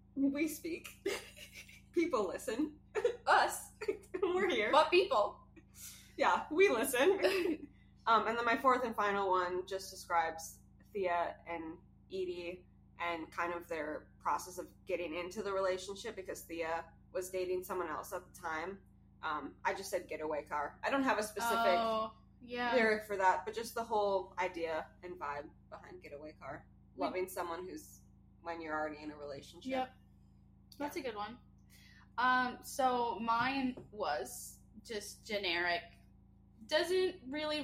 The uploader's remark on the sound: Will continue to apologize for the audio as we used a new software and to no fault of our own, didn't practice first